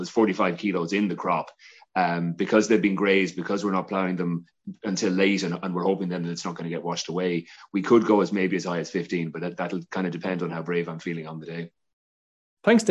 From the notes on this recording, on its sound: Revisits the questions and answers from the Malting Barley Webinar. Answered questions that were asked by attendee farmers during the webinar.